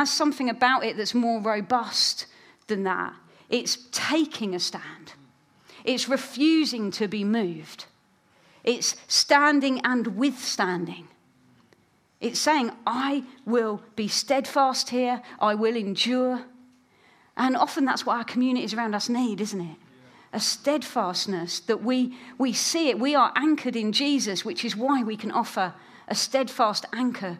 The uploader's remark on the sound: another of the keynote talks from the Churches that Change Communities conference 2023